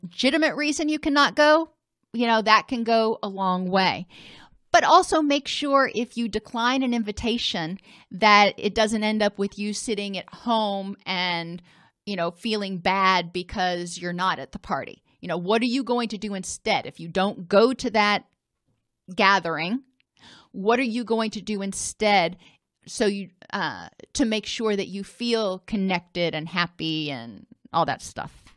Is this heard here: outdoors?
no